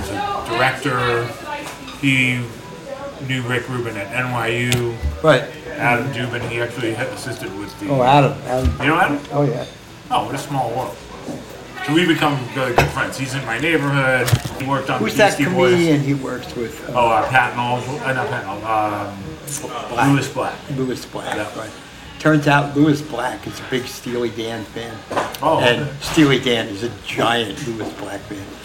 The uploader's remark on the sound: Recorded over lunch at the Ear Inn, one of New York’s oldest pubs.